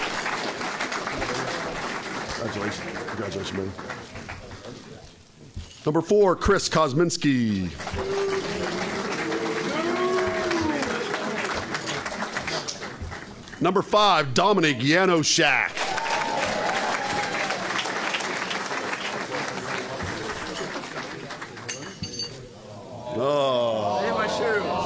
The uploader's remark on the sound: Live from Bishop Guilfoyle Catholic High School on Talk Radio 98.5 WRTA, Altoona PA.